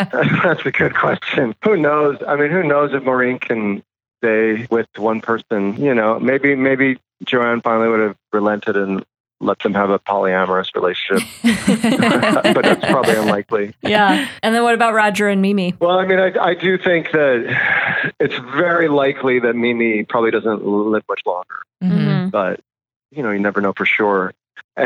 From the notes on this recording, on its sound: via the world's shoddiest phone connection.